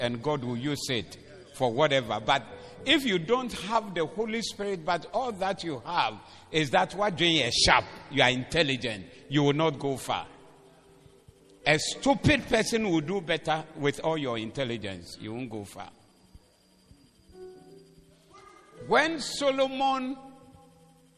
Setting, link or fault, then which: setting, live audience